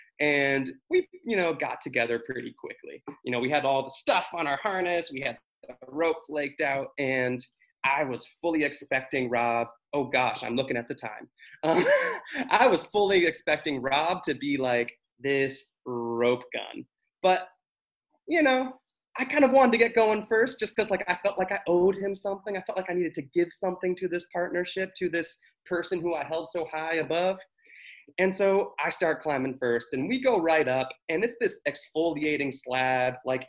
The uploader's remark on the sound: This episode is a recording from our first live (virtual) storyteller event